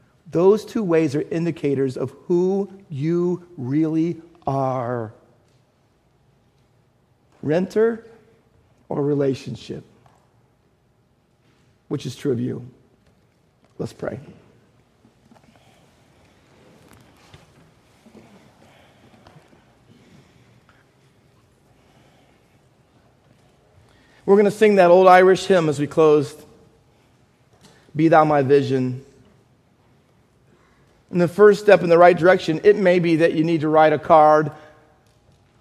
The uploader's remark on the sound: Faith Baptist Church in Hamilton, NJ.